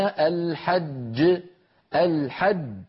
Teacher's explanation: غره أن هذا الحرف عليه شدة وأنه مضاعف، لكن في الحقيقة الحرف الأول ما لا علاقة له بالقلقلة، الذي يتقلقل هو الثاني